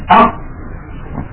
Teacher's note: ينحصر الضيق والإزعاج في جهاز النطق في القاف حالة سكونها، وذلك بسبب انغلاق المخرج وانقفاله انقفالا تاما يحجز خلفه كمية من الهواء تشكل ازعاجا للناطق.